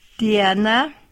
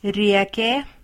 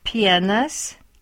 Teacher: I and E form a diphthong that sounds like ia.